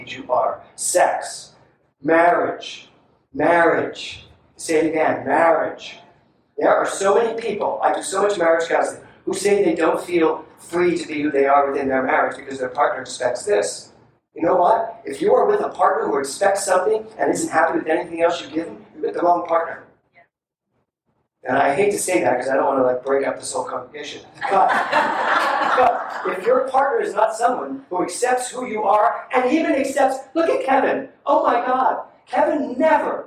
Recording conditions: poor sound quality